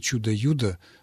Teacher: Слово повторяется дважды, но только первый согласный заменяется другим, «ч» в данном случае заменяется на «йод» и получается «юдо»